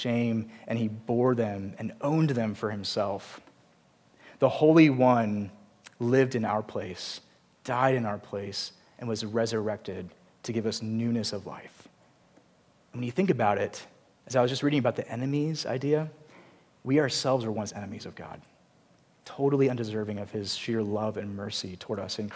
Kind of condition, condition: setting, large echoing room